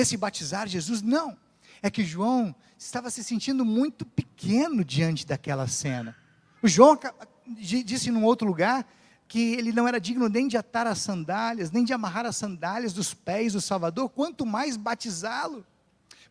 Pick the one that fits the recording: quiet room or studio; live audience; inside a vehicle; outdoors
live audience